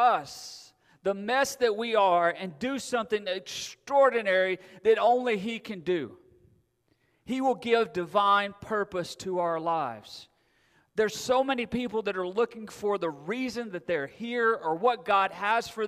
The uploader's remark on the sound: Recorded September 4, 2022 at Friendship Baptist Church.